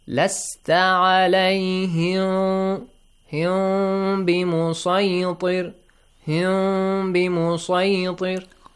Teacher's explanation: With Gunna and also a hidden Mim.